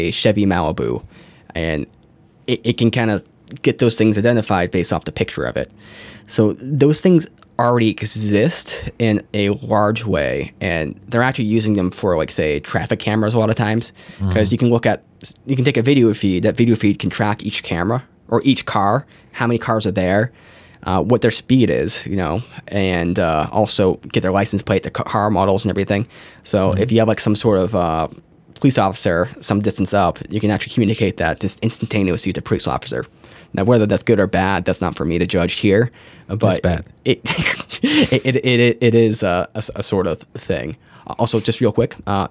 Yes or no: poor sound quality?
no